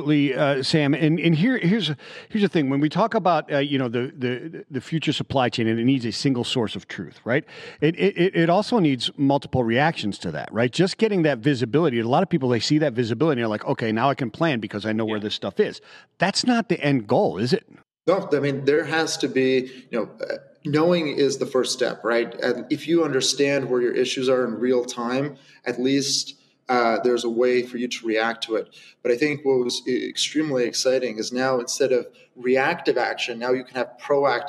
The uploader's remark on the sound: Disruption conniption live from Domestic Supply Chain Summit. Live from FreightWaves’ Domestic Supply Chain Summit.